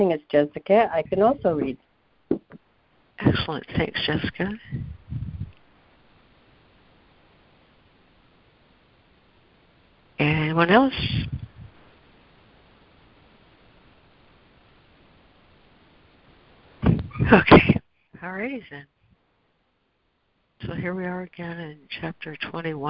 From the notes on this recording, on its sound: ACIM Daily Conference Call